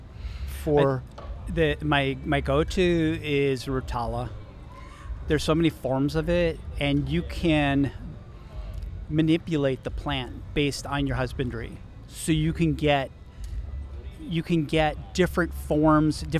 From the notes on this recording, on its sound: Our trip to Aquashella Daytona Beach. Recorded at Aquashella.